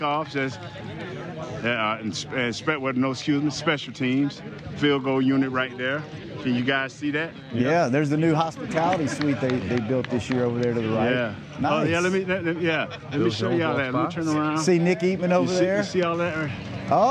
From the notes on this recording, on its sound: Joins the show live from Dallas Cowboys Training Camp in Oxnard, CA - just in time for the first padded practice of camp.